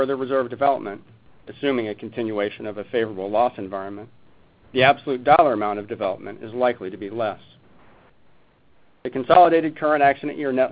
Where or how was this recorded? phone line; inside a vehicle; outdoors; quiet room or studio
phone line